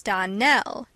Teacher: the correct pronunciation of our name is Donnell. Accent on the last syllable.